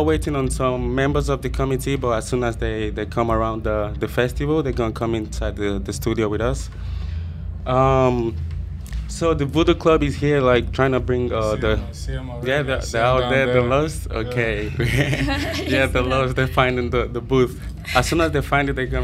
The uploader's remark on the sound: A special recording from Primavera Sound 2019